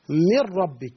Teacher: يعني اصلها من ربك، فقلبت النون راء وادغمت الراء في الراء فاصبحت راء مشدده · Term: الادغام الكامل